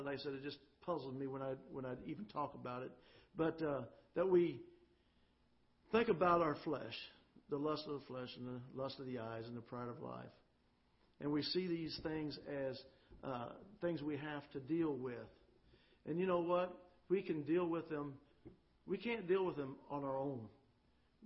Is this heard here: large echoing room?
yes